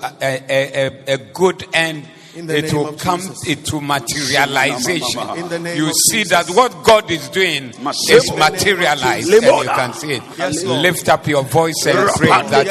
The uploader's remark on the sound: Preached at the Zeloo Service